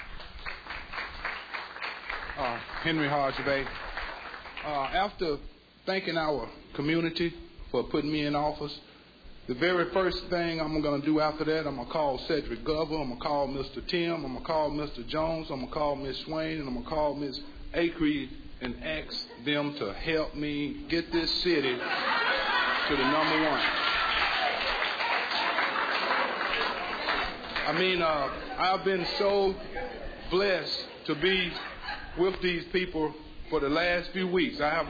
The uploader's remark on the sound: Broadcasting live from NurseCare Nursing and Rehabilitation Center at 1736 Irving Place to answer senior related questions. This live forum was part of a Senior Health Fair from 8:30 am to 12 noon.